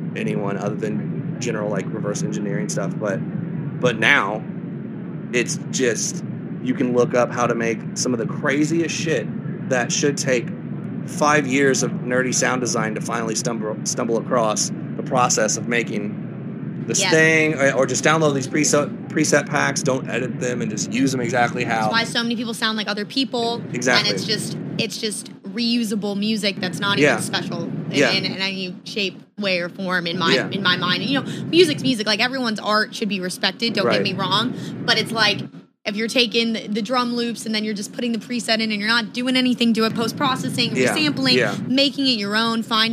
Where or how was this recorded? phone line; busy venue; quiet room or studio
busy venue